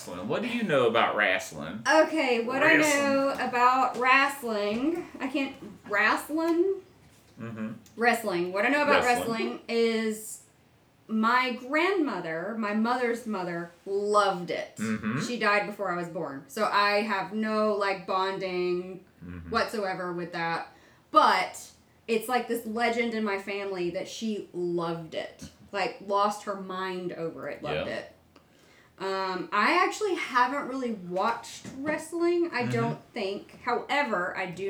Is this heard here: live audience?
no